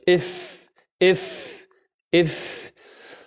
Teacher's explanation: بطن الشفة، من بطن الشفة، فالفاء مع طرف الثنايا المشرفة، يعني بطن الشفة تخرج منه الفاء إذا التقت بطن الشفة مع الثنايا العليا المشرفة